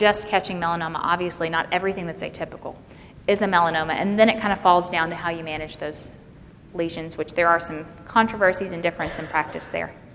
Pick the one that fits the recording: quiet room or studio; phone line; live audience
live audience